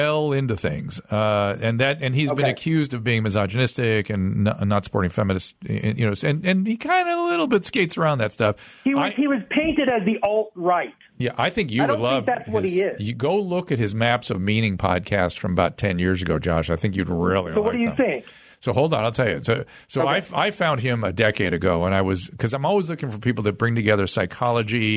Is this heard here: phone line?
yes